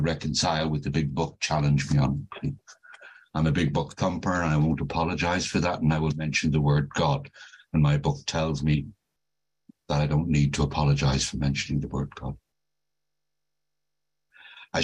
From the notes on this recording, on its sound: This zoom meeting was recorded at the Magical Mystery Tour meeting in January of 2022.